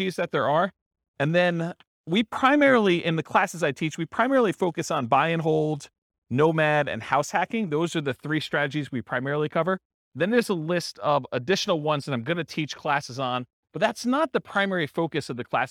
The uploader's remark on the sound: This was a live class recorded